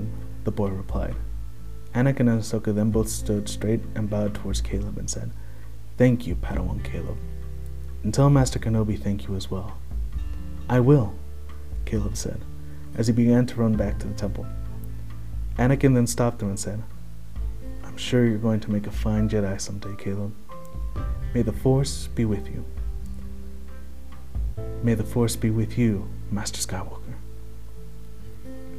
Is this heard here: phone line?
no